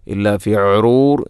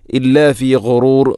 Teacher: ഇല്ലാ ഫി ഗുറൂർ ഗൈന്, ഗൈ തൊണ്ടയുടെ ഏറ്റവും മുകൾ ഭാഗം · Shown in: second take